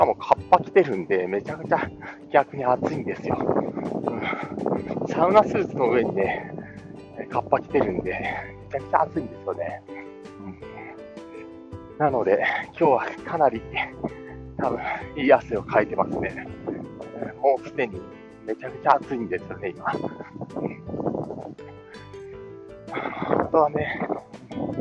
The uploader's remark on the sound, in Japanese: お散歩しながら音声配信